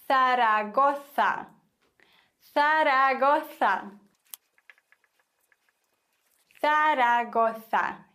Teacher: und das Z wird im Spanischen gelispelt